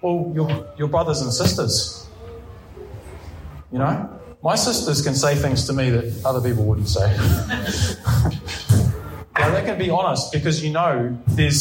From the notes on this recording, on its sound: Preached at Ngaruawahia